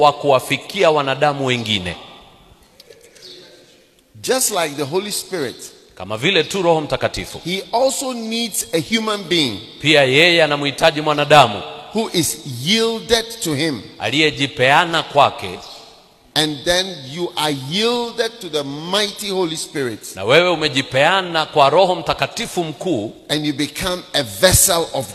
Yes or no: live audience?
yes